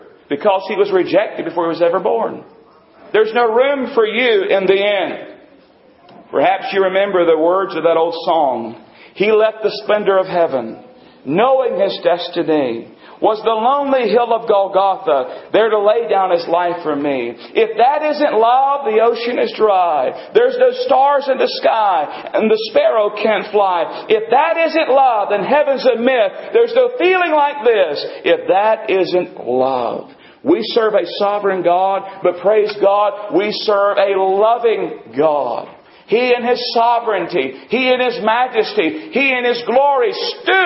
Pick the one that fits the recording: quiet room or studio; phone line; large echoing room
large echoing room